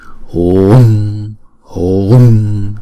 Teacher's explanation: Chữ U á, chúng ta kéo dài hai nhịp, rồi chúng ta mới đóng chữ U lại.